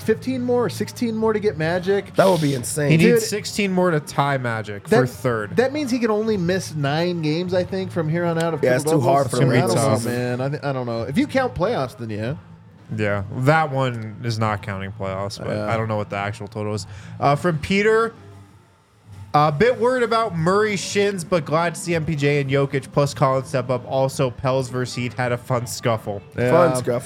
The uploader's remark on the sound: come to you LIVE from the DNVR Bar